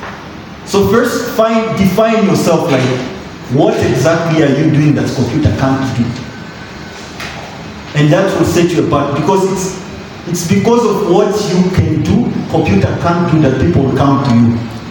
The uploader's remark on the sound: This is an interactive conversation from the fourth panel at #WLS2019 Kampala, Uganda.